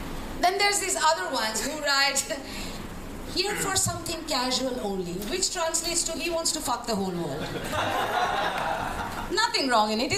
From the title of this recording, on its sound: Live at One Night In Saigon